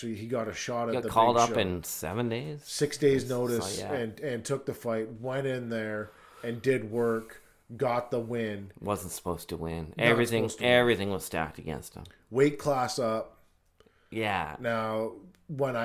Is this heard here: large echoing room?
no